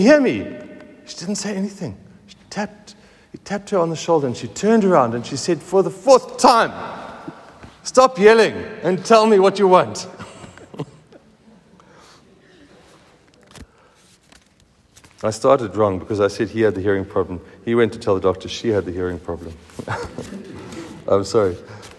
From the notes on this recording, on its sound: Recorded at the 7:45am service on Sunday 22nd October 2023